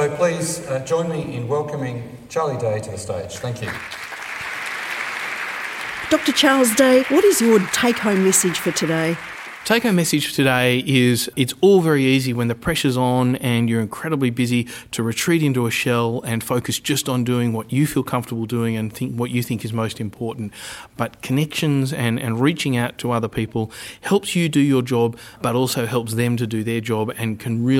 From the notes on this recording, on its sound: We gate-crashed the 2017 University of Melbourne professional Staff Conference. Snippets from conference speakers and participants.